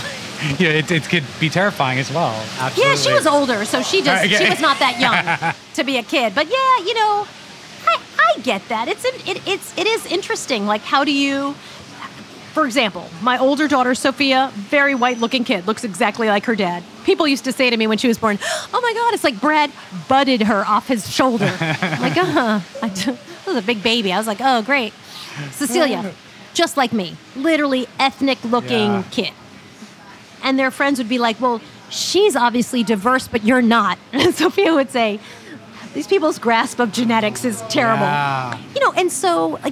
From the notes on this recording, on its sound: This episode of Dinner’s On Me was recorded at Harlem Shake in Harlem, NYC.